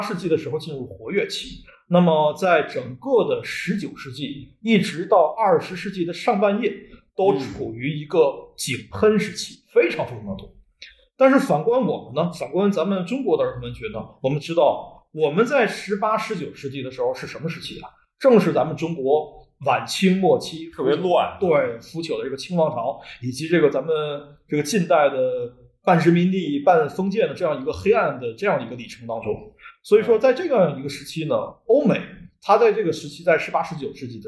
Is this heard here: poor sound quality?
yes